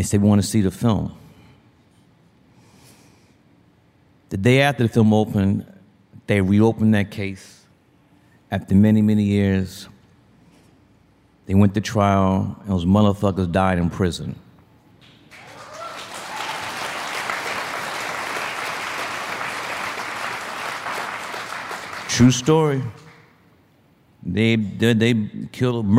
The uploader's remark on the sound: This affectionate, funny conversation was recorded in front of a live audience at the Tribeca Film Festival.